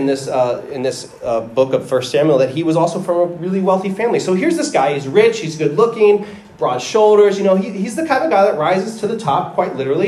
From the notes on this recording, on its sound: The audio quality isn’t as good as usual. If it sounds like it was recorded on a Phone, that's because it was.